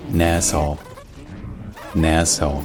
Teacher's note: la dernière voyelle, ce n'est pas une diphtongue, c'est juste un O